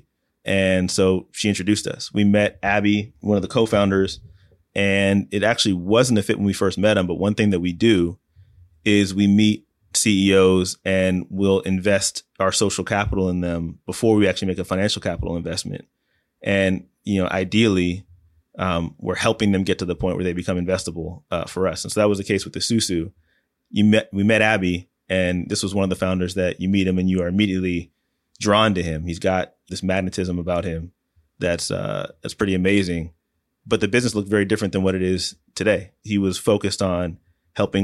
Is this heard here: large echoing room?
no